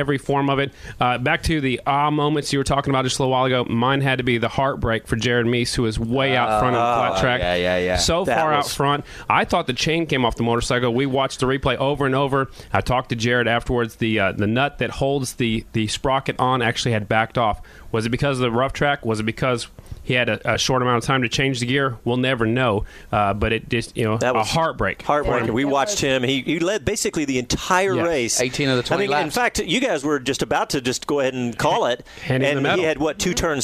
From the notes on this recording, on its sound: live from Circuit of The Americas